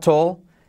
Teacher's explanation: la L letra clave casi no se pronuncia